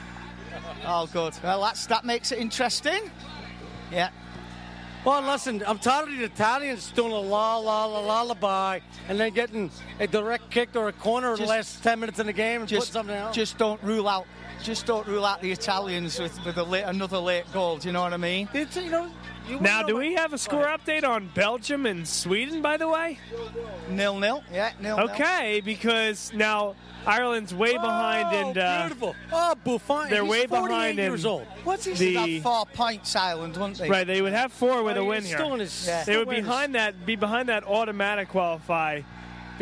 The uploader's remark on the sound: Vuvu Soccer Live From Villa Capri. Vuvu Soccer was live from Villa Capri in Doylestown for Euro Cup 2016.